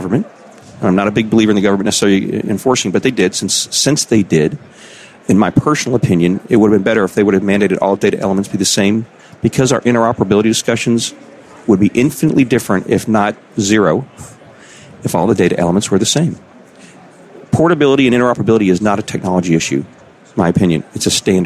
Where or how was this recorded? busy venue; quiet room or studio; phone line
busy venue